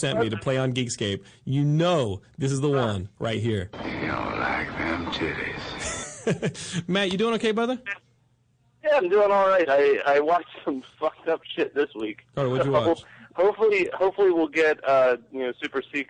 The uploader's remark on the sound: an avalanche of nonstop phone calls from the audience!